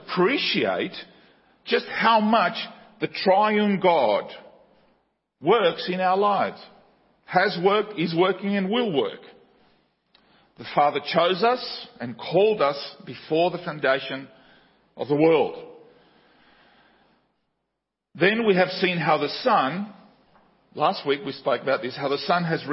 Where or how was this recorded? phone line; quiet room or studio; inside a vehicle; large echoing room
large echoing room